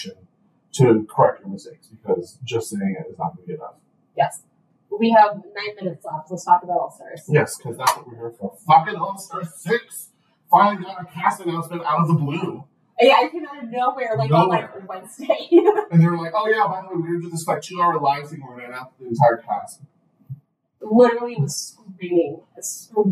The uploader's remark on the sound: A technical glitch has caused this episode to sound like it was recorded underwater.